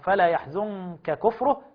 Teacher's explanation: لأن النون قبل الكاف فيها إخفاء